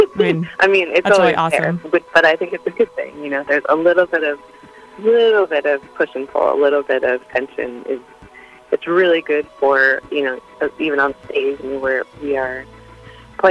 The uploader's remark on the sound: on the phone